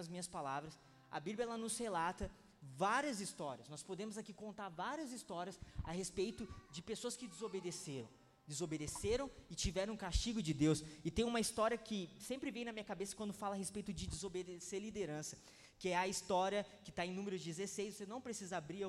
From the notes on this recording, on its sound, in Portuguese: Palavra Ministrada no dia 22/02/2020 na Impacto Conference 2020